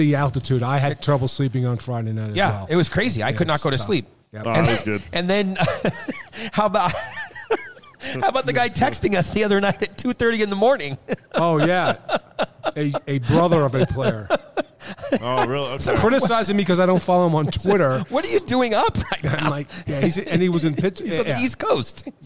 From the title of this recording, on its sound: Kings Of The Podcast LIVE from Colorado Springs